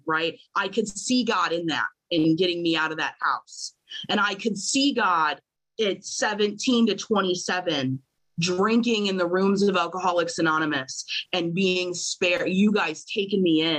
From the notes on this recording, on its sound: At the Magical Mystery Tour zoom meeting held in October of 2022.